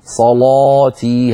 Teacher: عليك أن تفخم اللام أكثر لأن ورشا يفخم هذه اللام، صلاتي هكذا، صلاتي وليس صلاتي، يعني نصف تفخيم، صلاة كأنك تقولين من الله، نفس الصوت.